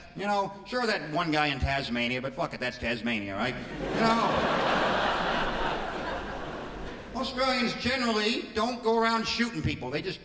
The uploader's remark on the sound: 2005 Melbourne International Comedy Festival Gala.